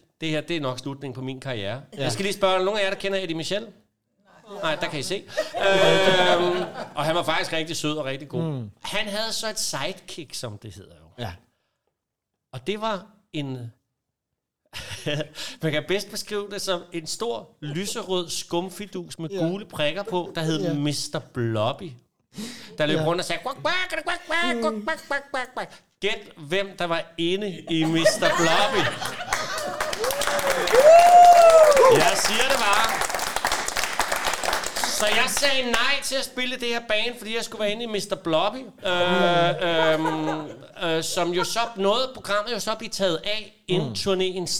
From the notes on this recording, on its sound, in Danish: Optaget LIVE i Kulturium, Ishøj.